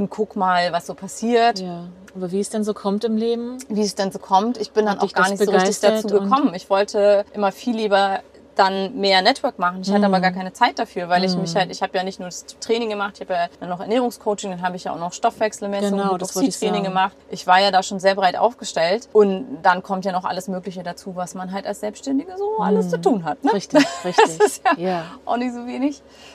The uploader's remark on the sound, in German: Das heutige Gespräch wird nicht – wie üblicherweise – im GEHEN aufgenommen. Das Interview haben wir im Februar im gerade neu erstandenen Van vor ihrer ehemaligen Haustür in Nienhagen (bei Rostock) aufgenommen. Bat ich um eine kleine Zwischenmeldung via Sprachnachricht, die ich ans Ende dieser Episode angedockt habe.